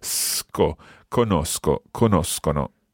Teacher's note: In this case, therefore, it's a hard k sound, so the S and the k sound together